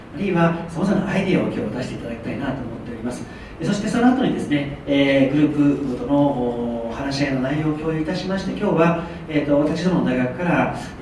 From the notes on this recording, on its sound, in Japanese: 2020年2月1日（土）に舞鶴市西駅交流センターにて開催された京都府北部地域連携都市圏形成推進協議会 生涯学習講座第３回北近畿創生フューチャーセッションの模様を録音でお送り致します。2020年2月1日（土）に舞鶴市西駅交流センターにて開催された京都府北部地域連携都市圏形成推進協議会 生涯学習講座第３回北近畿創生フューチャーセッションの模様を録音でお送り致します。参加者全員で未来志向の対話をします。